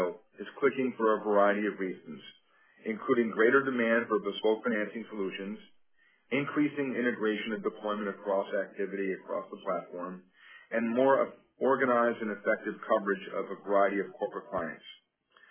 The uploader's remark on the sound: Earnings Conference Call